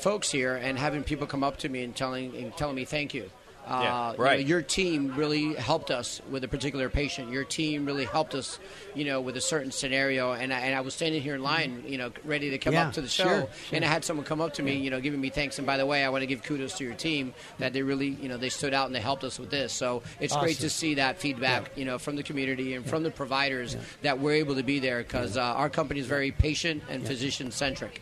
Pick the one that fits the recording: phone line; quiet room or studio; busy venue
busy venue